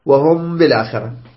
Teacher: يأتي ميم بعد باء تخفيها · Term: الإخفاء